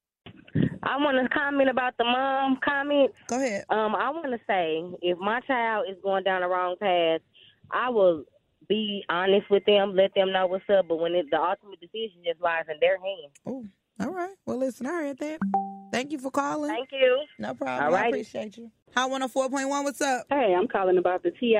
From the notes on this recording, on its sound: Listeners call in and share their experience as a parent.